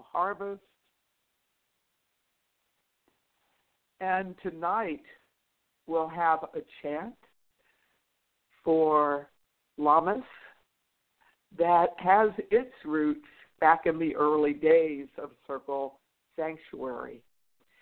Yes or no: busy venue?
no